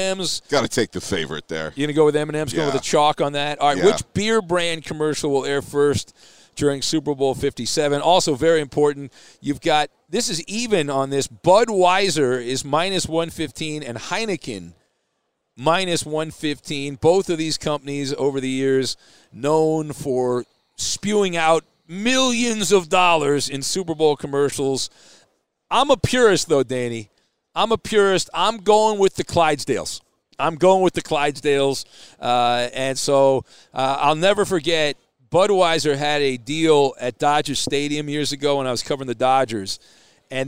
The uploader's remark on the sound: live from Super Bowl 57!